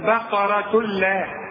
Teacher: با ذات بقرة بقرة لا عند ضمتين تنوين وانت خدت التنوين وبعده لام تغن ولا ما تغنش ما تغنش لا العلماء بيسموه إدغام كامل بدون غنة